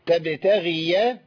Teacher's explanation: تبتغي الغين هنا ضعيفة لأنها إيه؟ مكسورة ما ينفعش أعليها زي الغين مفتوحة مش تبتغي تبتغي ها فإن استطعت أن تبتغي نفقا لا سكنا الياء ليه؟